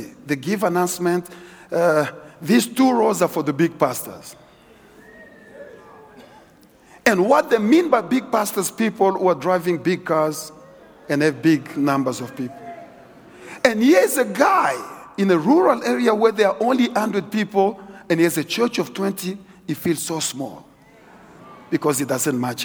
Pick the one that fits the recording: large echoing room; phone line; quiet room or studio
large echoing room